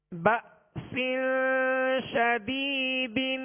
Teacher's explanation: با کے ساتھ حمزہ ساکنہ ہے، یہاں جھٹکا واضح کریں گے. با سین، سین کے نیچے دو زیر کی تنوین ہے، آگے شین حروف اخفا میں سے، لہذا غنہ کر کے ادا کریں گے.